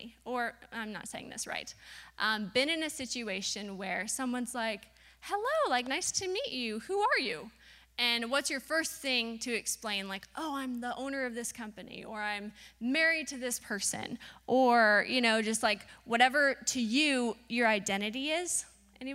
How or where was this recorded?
large echoing room